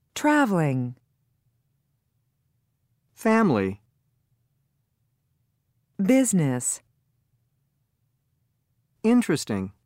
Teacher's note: Notice how one vowel in each of these words is silent or very reduced. · Term: Silent vowels